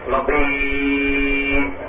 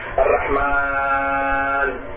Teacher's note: والمد العارض للسكون كما في الرحيم هذا مد 6 حركات، نضيد هذا مد 6 حركات، الرحمن هذا مد 6 حركات.